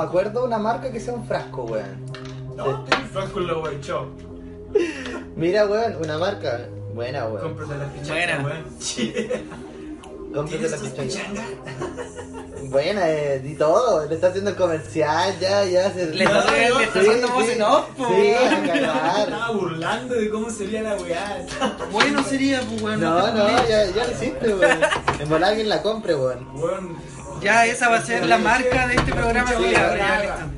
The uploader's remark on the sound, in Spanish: Grabado con un teléfono, cervezas y estupefacientes.